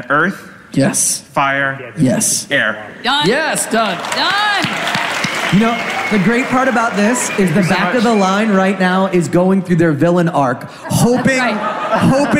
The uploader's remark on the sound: Live From New York Comic Con 2022!